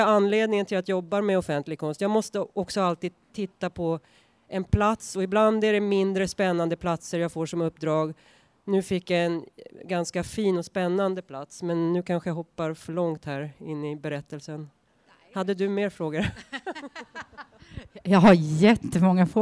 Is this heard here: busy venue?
yes